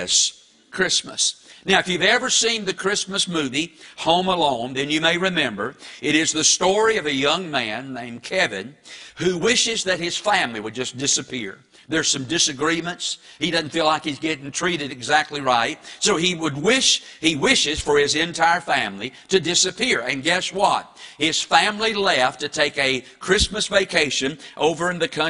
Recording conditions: large echoing room